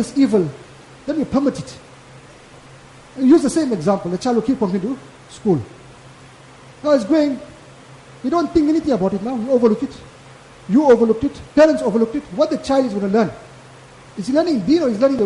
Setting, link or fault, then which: setting, large echoing room